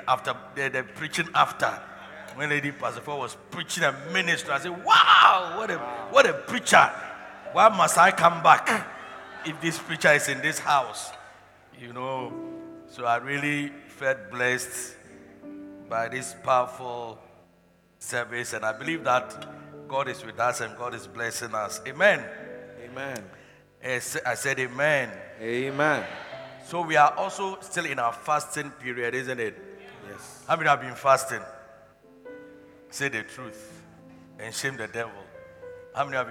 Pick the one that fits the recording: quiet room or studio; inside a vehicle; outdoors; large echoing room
large echoing room